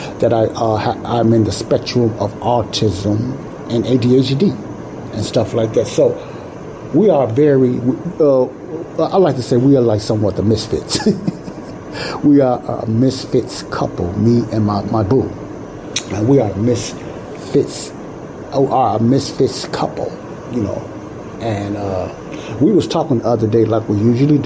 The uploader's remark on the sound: I apologize but this Show was not recorded in a sound proof area, so there is noise in the background